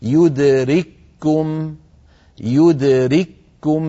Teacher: ونطقها كما ذكرت يدرككم، يدرككم بكاف واحدة مشددة